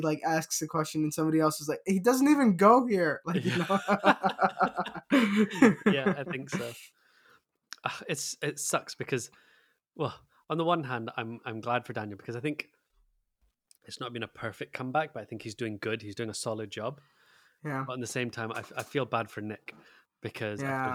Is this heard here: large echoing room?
no